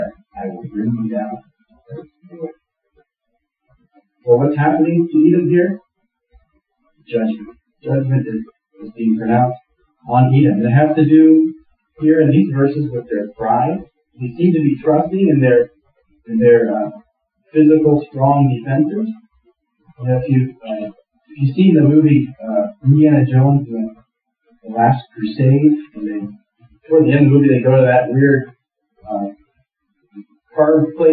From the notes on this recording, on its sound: Apologies for the bad sound. We had a technical issue.